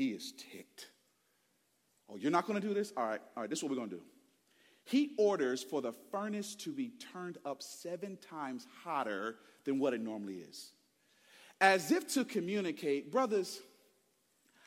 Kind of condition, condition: setting, large echoing room